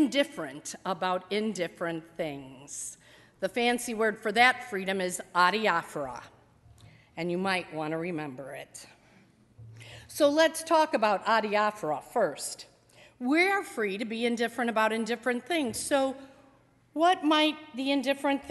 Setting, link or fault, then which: setting, large echoing room